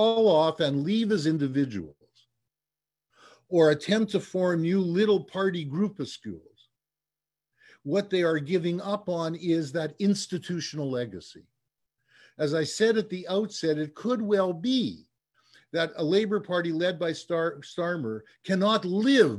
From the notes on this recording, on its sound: Recording of TWT & Verso's webinar